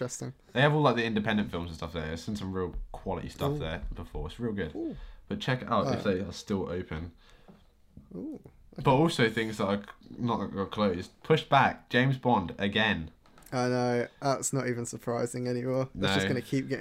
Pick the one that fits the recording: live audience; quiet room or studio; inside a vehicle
quiet room or studio